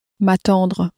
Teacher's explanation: you have two vowels touching there with the a from attendre. And so it abbreviates and you end up with m'attendre.